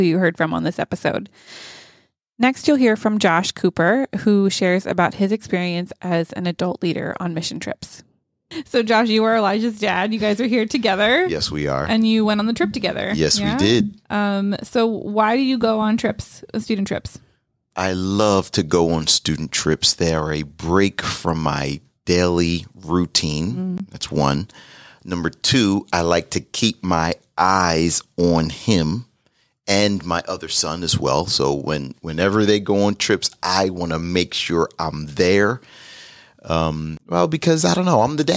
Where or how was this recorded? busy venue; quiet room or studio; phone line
quiet room or studio